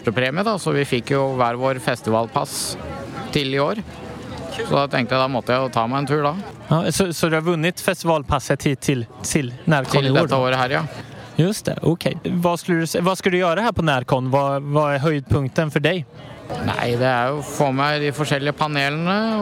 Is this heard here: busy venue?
yes